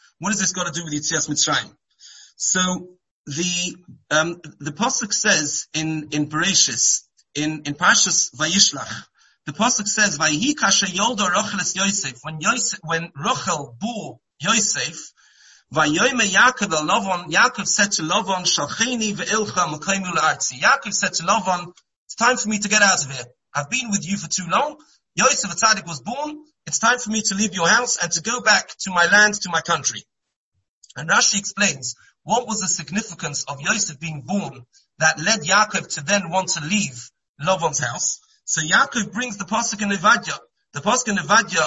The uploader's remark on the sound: Shiur given on Monday Chol Hamoed over Zoom.